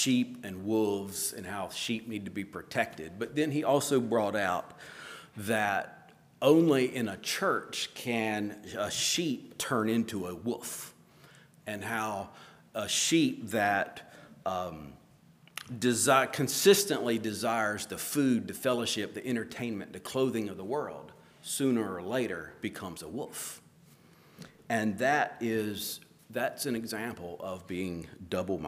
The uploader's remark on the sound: at Hephzibah Mennonite Church on April 30, 2023